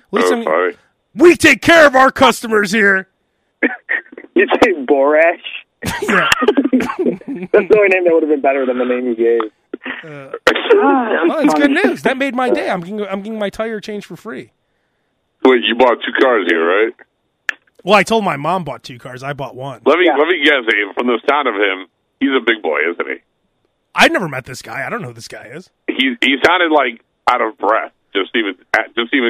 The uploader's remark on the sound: Guy from dealership calls. Live during podcast.